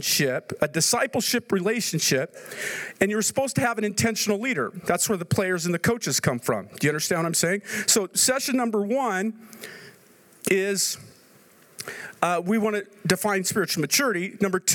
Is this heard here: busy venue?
yes